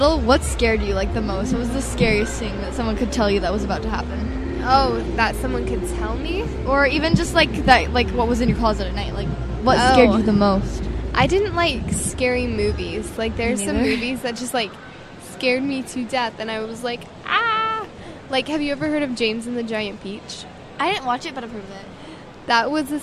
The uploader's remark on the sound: This episode was recorded live on location in Scottsdale fashion square.